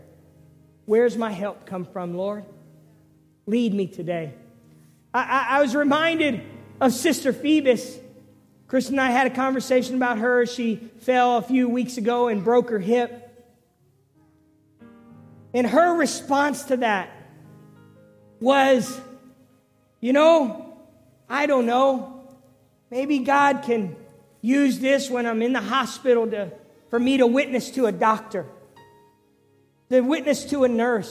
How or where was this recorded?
large echoing room